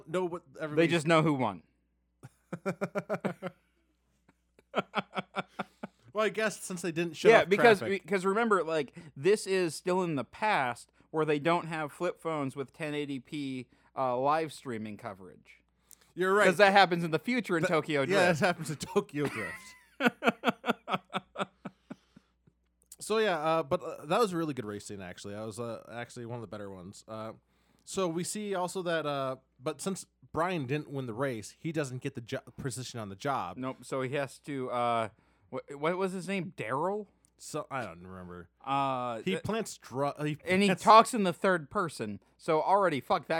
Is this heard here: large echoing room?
no